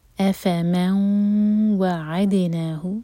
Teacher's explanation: افمن وعدناہ، من و ادغام غنہ کے ساتھ، تو جب ہم ادغام کرتے ہیں غنہ کے ساتھ تو آواز ناک میں جانی چاہیے اور 2 سیکنڈس کا ٹائم دینا چاہیے. افمن وعدناہ، عدنا دال پر قلقلہ، وعدن عین ساکن پر تھوڑا ٹائم دیں تاکہ جھٹکا نہ ہو، وعدن دن پر اظہار، تو جب ہم اظہار کریں تو نون کے ساؤنڈ کو نہ تو جھٹکا دیں اور نہ ہی ہولڈ کریں.